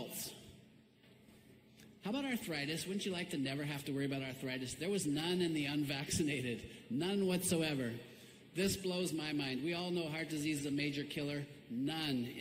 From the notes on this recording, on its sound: BEWARE TERRIBLE AUDIO...WAY TOO SOFT (I HAD TO USE SPEAKERS AND TURN THEM RIGHT UP) FOR THE IMPORTANT PART, THEN SUDDENLY REALLY LOUD MUSIC.